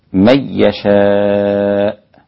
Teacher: نون ساكنة بعدها ياء، أسقط الغنة